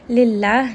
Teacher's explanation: name of Allah here is going to be light. And then ha is going to have a sukun, again, close to the chest.